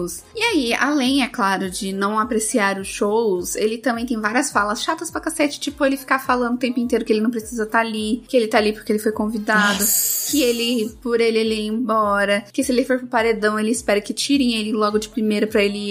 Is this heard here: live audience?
no